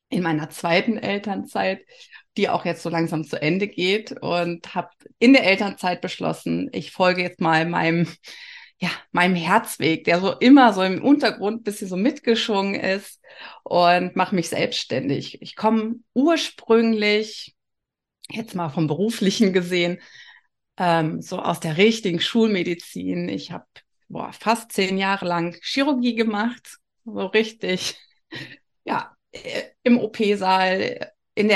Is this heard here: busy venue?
no